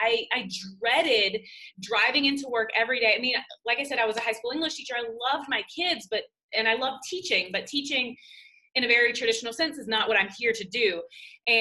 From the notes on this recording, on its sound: This week's episode is an audio recording of an IG live.